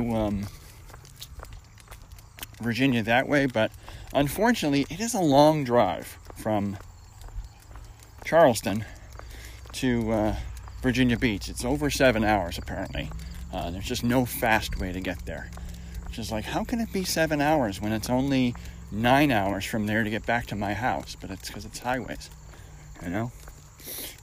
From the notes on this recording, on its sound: I decided to record while on a pseudo-run walk with my dog Reagan.